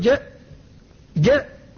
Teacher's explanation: فالذي يقول جاء هذا أخذ بالانفتاح ولم يأخذ بالشدة فجعلها قريبة من الشين · Term: الشدة والانفتاح